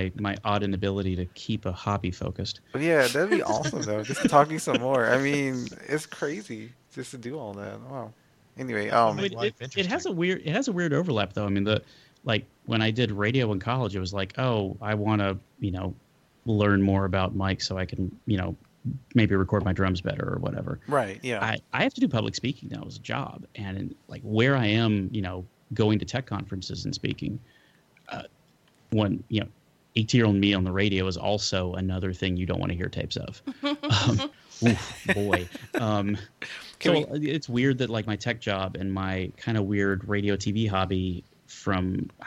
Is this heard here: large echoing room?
no